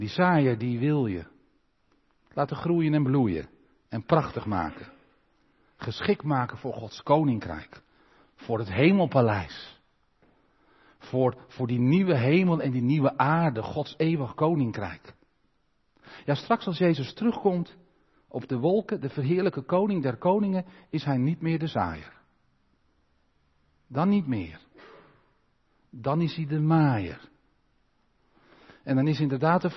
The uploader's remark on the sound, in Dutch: De preek is op 13 maart opgenomen in de Maranathakerk in Groningen.